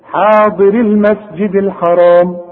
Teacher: حاضري، وحوصل الياء بتلغى تماما، حاضر المسجد الحرام، يبقى الراء هي اللي بتثبت وتظهر انها مكسورة